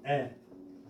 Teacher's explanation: you have to stay on the eh vowel, eh, not way, for eight beats. First four crescendoing into that resolution, top of six.